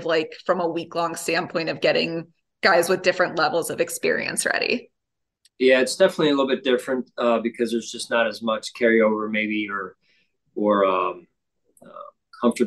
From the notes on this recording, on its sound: speaks with the media via Zoom